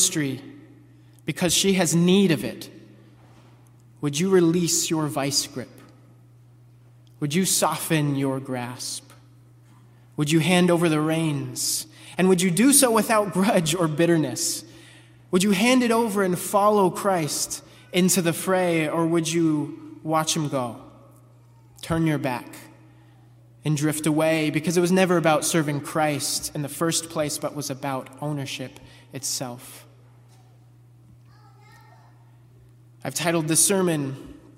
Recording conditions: large echoing room